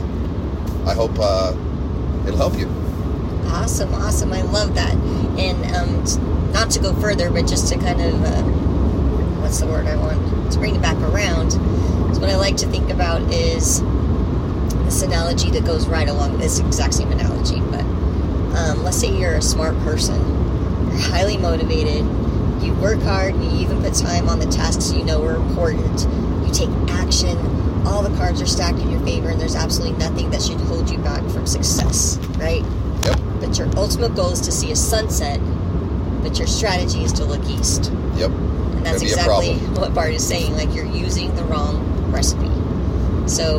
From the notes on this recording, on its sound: Saxophone playing schenanigans. Hence the background noise....